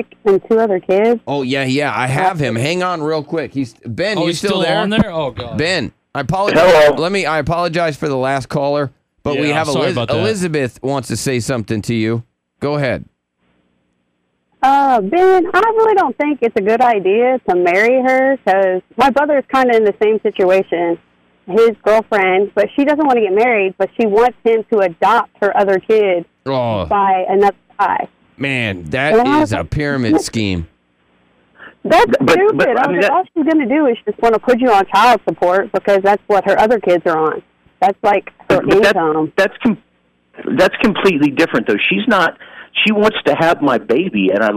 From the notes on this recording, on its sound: New caller call into the show, and he's on fire.